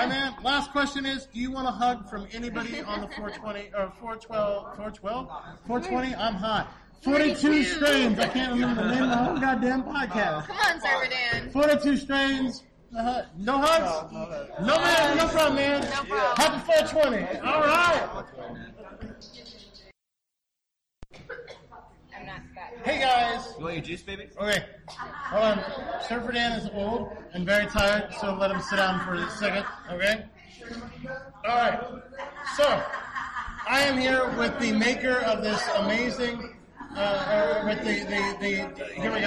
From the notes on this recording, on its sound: we were able to record an entire episode inside a dispensary